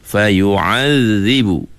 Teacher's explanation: Huruf zal yang pertama, ujung lidah kita kena keluar sikit